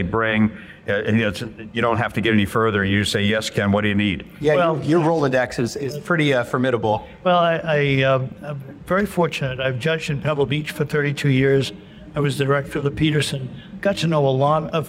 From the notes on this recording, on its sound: On the Road at the Chattanooga Motorcar Festival